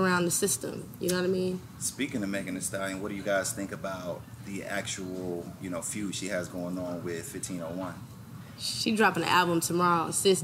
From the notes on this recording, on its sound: Venue: Bar 2200 - Houston, Texas